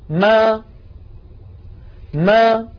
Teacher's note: جربوا هكذا أنتم، أولا يلصق شفتيه من غير صوت ثم يقول ما ما، إذن بداية الميم المتحركة شفتان ملتصقتان ثم تبتعدان · Term: ميما مفتوحة